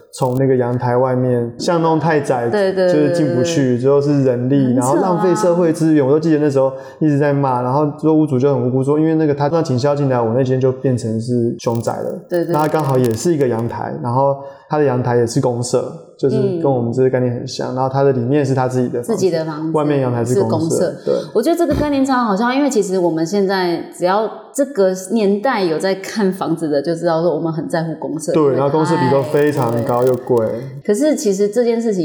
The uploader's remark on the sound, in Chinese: 麥克風有些小雜音